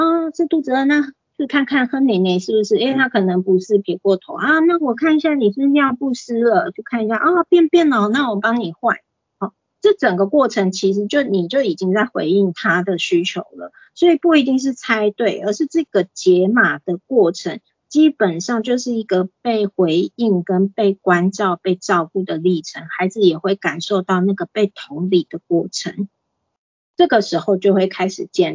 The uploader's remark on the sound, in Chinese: 此為線上課程錄音檔！